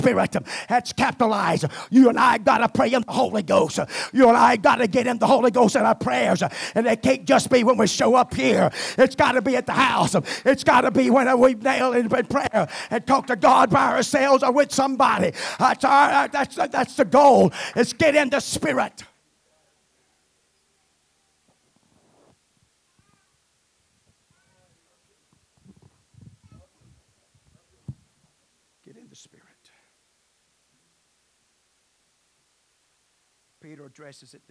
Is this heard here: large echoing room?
yes